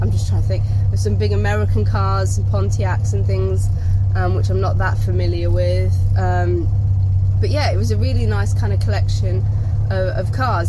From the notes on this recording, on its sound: My First Time taking my Morris Minor Peggy to Harborough Sports, Classic and Vintage Meet. All recorded from my 1968 Morris Minor, Peggy.